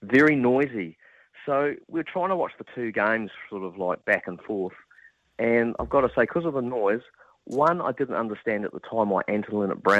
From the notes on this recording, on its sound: opens the phone lines